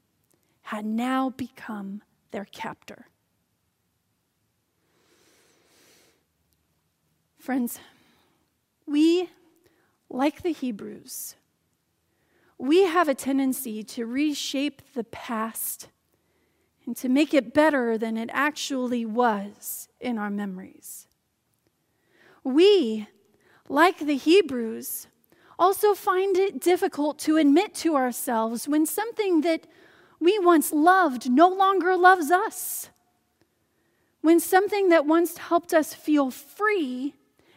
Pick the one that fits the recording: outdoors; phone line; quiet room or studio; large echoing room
large echoing room